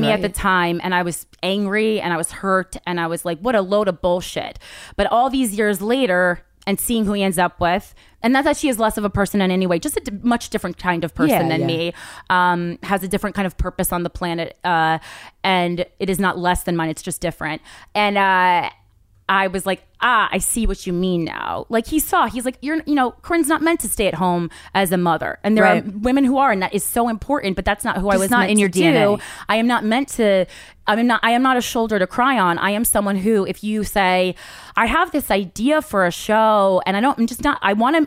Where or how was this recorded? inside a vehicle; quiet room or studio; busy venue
quiet room or studio